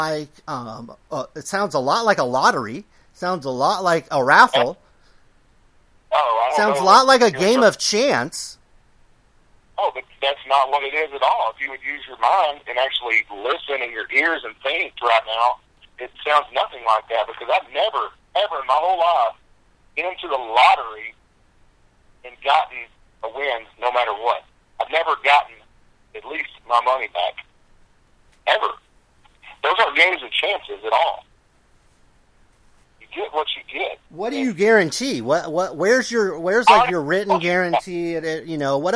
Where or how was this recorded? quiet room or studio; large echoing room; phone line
phone line